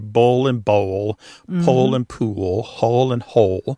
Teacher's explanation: they all end in that L sound. And that L at the end of the syllable is what is known as a dark L. So the physical act of pronouncing that dark L kind of requires the back of the tongue to raise toward your soft palate.